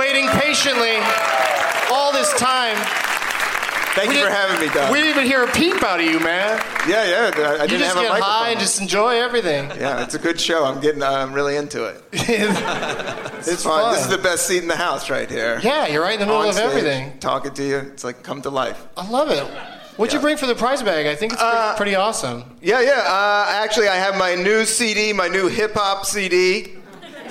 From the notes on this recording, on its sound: Live from the Gramercy Theater. The New York edition of the 12 Guests of Christmas competition.